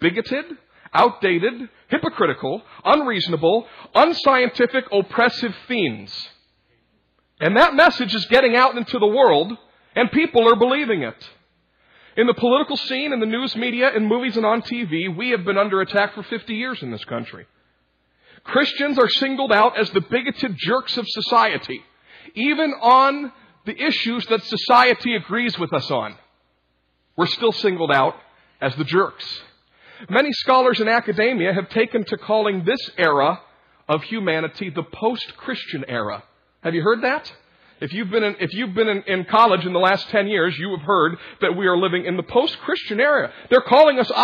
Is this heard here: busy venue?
no